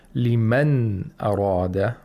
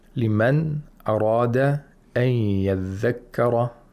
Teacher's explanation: Hamza is a letter of the throat and it's right after the nun sakina. So it has to be pronounced fully. · Term: idhar of nun sakina